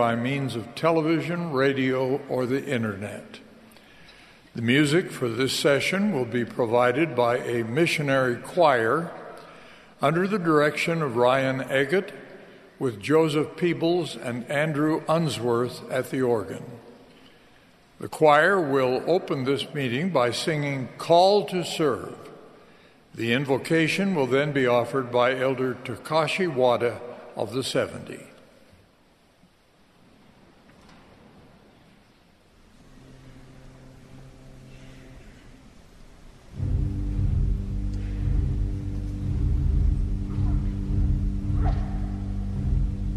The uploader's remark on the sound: The Saturday Afternoon Session of the 192nd Semiannual Church of Jesus Christ of Latter-day Saints General Conference.